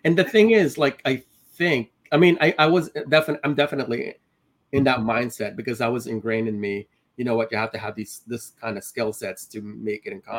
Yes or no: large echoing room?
no